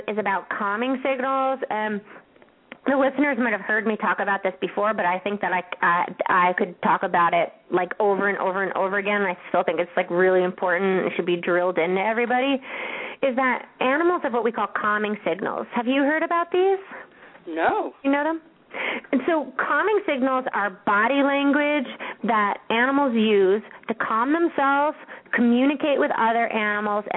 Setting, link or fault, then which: link, phone line